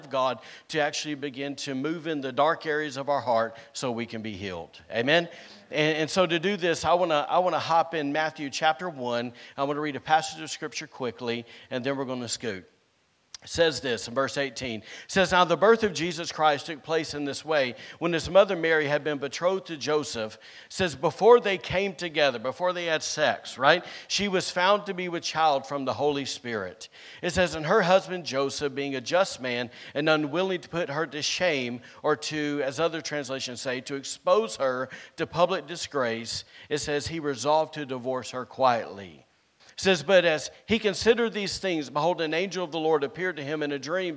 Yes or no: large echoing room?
yes